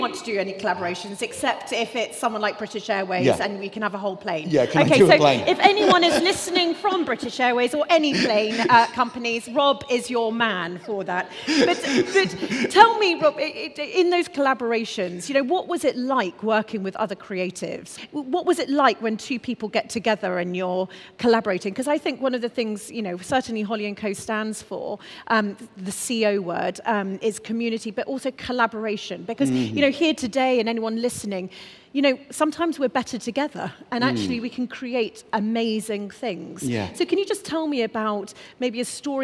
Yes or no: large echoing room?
yes